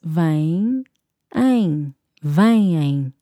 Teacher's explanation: Do not say M, em. Do not allow your lips to meet as you pronounce that M. It's just a nasal sound.